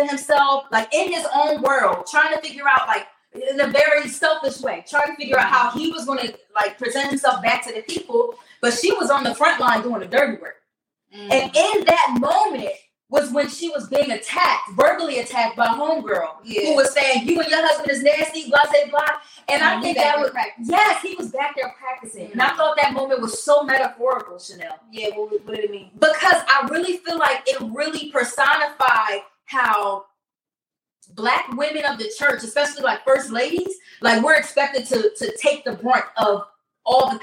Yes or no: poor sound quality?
yes